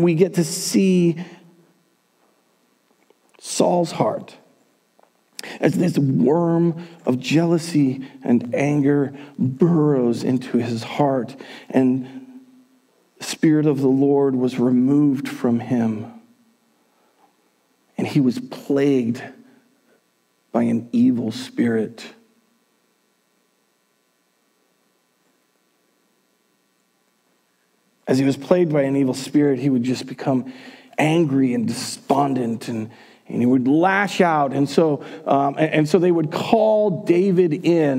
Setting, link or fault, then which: setting, large echoing room